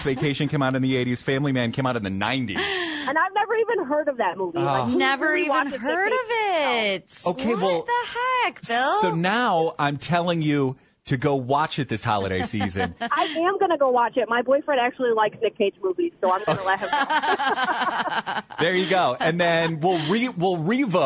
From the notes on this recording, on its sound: called in from the farm